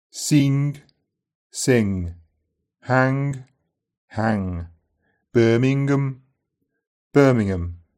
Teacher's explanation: In a Brummie accent, the G is pronounced in many NG spellings.